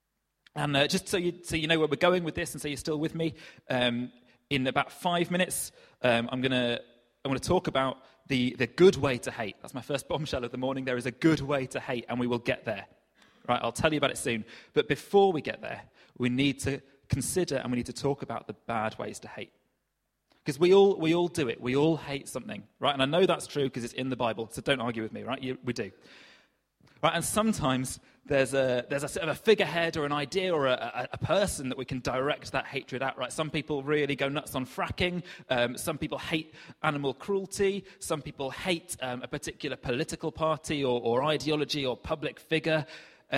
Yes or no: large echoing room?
yes